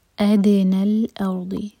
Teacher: دال پر قلقلہ، حمزہ لائٹ اور را ہیوی